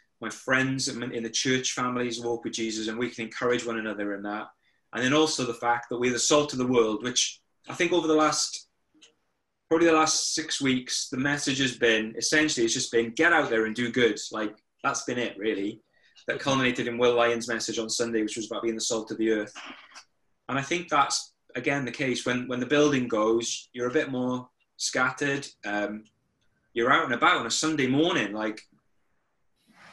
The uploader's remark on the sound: over zoom